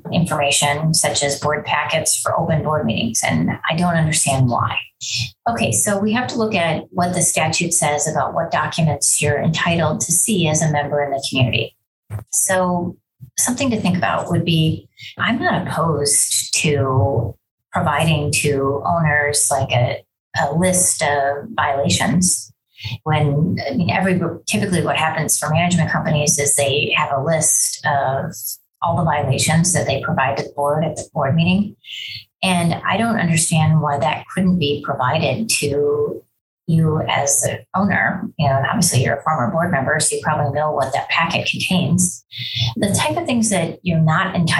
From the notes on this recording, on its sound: Zoom & Facebook Live First Friday Free Call-In